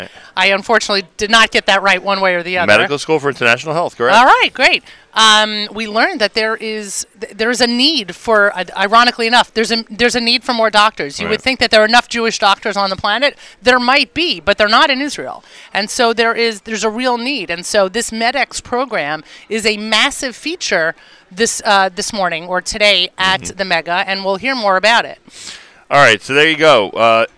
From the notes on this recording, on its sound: NSN Live from the 2019 Nefesh B'Nefesh Aliyah Mega Event in Teaneck, NJ.